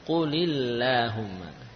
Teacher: Ya, kalau kita baca dari Allahumma baru tebal Allahumma. Namun kalau ada kata kul sebelumnya sehingga lamnya jadi kasrah, maka lam pada Allahumma jadi tipis · Term: lam tipis